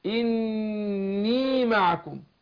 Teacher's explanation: فالنون بتاعتها مشددة بنديها غنة حركتين